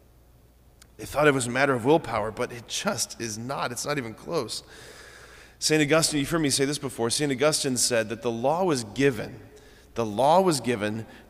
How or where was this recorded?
large echoing room